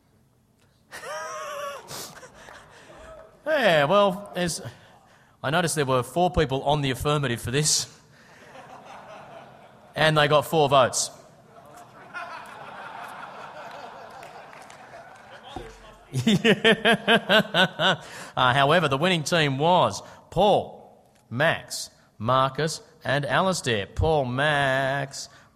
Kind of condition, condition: setting, live audience